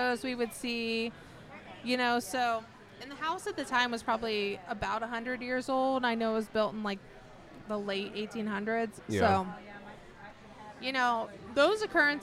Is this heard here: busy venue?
yes